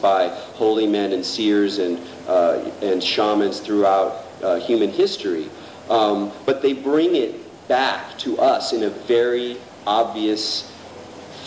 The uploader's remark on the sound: This is the second part of the Art Panel presentation for the Palenque Norte lectures at the 2006 Burning Man festival. This program consists of the remaining Q&A with the audience.